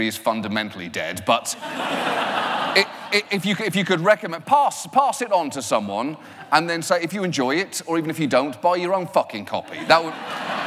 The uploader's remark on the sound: The conversation was recorded on March 20, 2018 in front of a live audience at New York's 92nd Street Y.